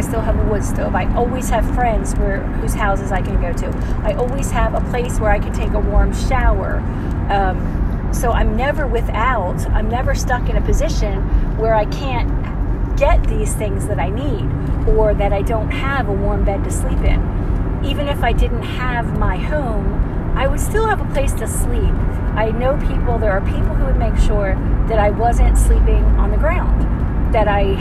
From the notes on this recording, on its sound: Road Time Rambling. Recorded in car.